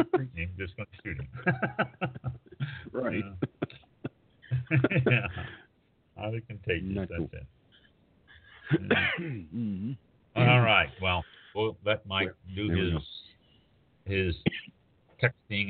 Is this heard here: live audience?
no